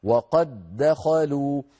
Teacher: التقى دالان والأولى ساكنة فأدغمت الأولى في الثانية فصارا دالا واحدة مشددة وقد دخلوا. فإن وقفنا على كلمة وقد تظهر وقد وقف اضطراري أو اختباري لا يتعمد لأن المعنى عندها معنى غير مكتمل. · Term: إدغام